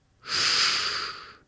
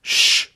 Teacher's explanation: Bei dem schwedischen Sch ist die Konzentration mehr auf den Zähnen und so bleibt der Mund eher unbewegt, aber schon geöffnet, aber nicht so ein gerundeter Kussmund · Shown in: second take